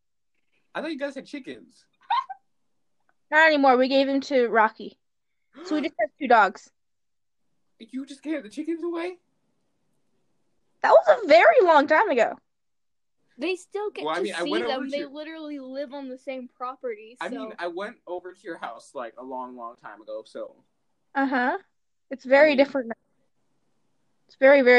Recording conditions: poor sound quality